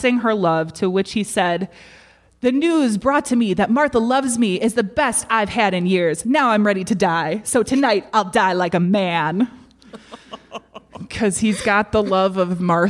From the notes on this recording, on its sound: This week we bring you The Bad Taste Crime Podcast Live from Dark Matters! A special thank you to Side Street Studio Arts and Ghostly Podcast for this great event!